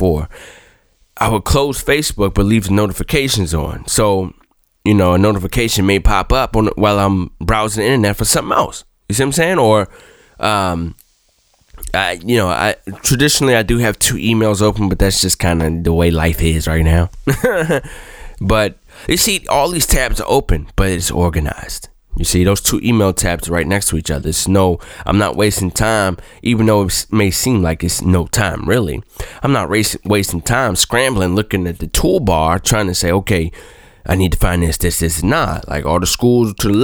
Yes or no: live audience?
no